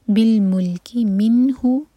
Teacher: نون پر سکون تو نون پر جھٹکا نہ آئے